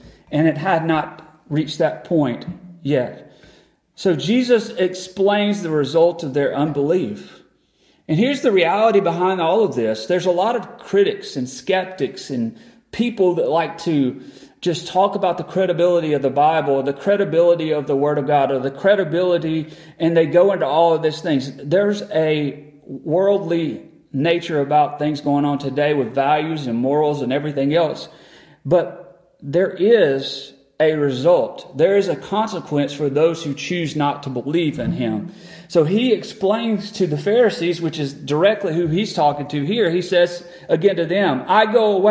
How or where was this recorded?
large echoing room